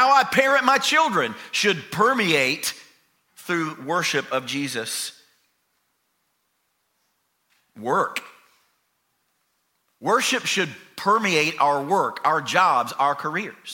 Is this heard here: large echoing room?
yes